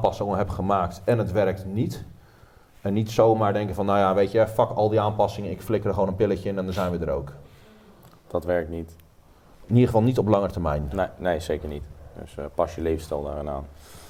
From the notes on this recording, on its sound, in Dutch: LIVE community Q&A. Tijdens de supporters Sportpoeder meeting.